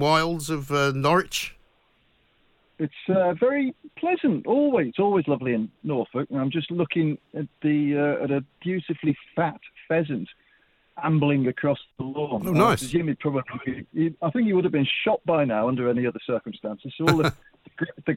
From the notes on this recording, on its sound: (via studio). (via phone).